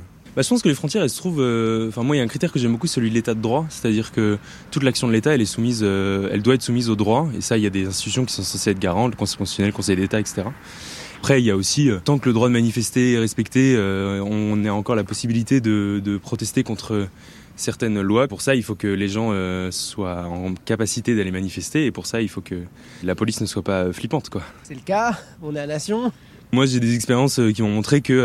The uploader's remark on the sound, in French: On vous a posé la question dans le micro-trottoir de ZoomZoomZen.